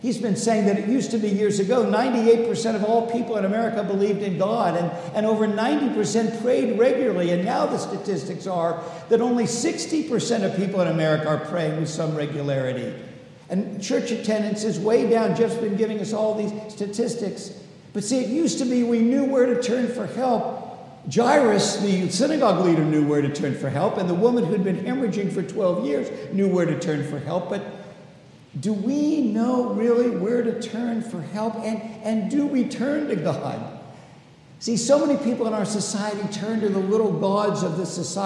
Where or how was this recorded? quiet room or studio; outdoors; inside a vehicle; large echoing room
large echoing room